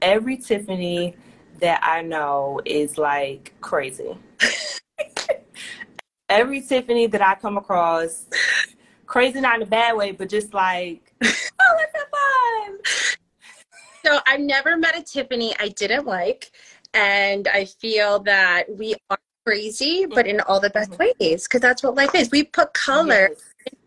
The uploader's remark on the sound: The Conversation Series was held on Instagram Live.